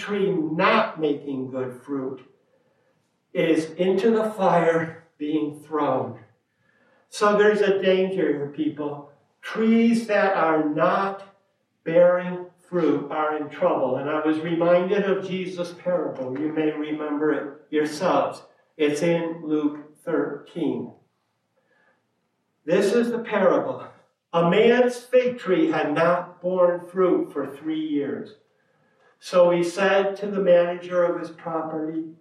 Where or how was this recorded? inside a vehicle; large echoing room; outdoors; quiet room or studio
large echoing room